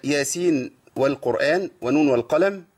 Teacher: اتفقوا عليها بإظهار النون، طبعا في سورة ياسين وفي سورة نون